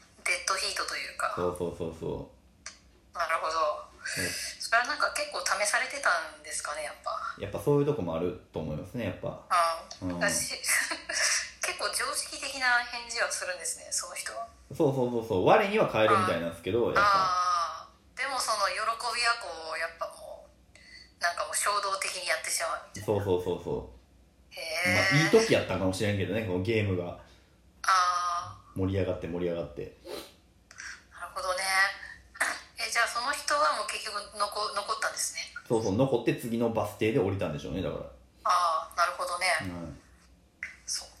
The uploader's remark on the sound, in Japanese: リモート収録